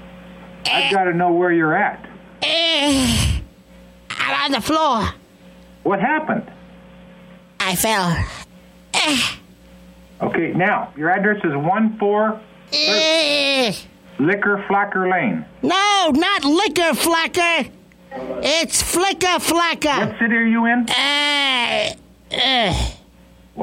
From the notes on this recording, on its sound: Prank Phone Calls